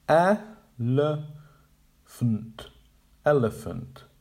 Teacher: The second and third vowel letters are schwa sounds rather than being pronounced as they are written.